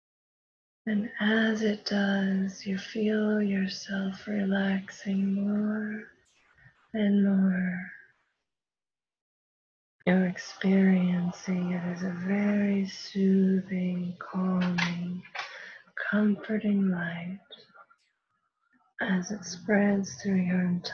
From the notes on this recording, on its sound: Prerecorded LIVE workshop. This is a recording of a weekly live workshop, hosted virtually.